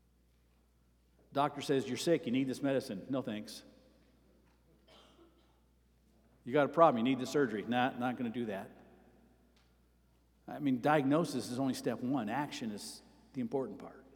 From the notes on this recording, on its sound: Sermon preached at Avondale Baptist Church